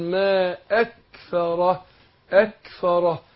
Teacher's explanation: الكاف عندنا بتخرج من اقصى اللسان بس تحت عن القاف يعني ناحيه الايه عندنا الاقصى اللسان اهو في ده نعتبر الايد